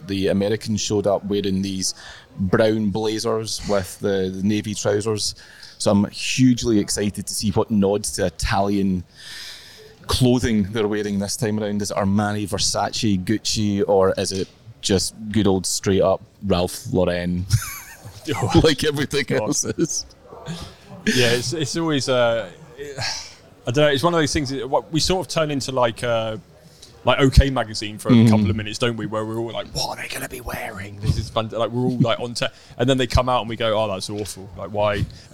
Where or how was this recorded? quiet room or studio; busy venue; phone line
busy venue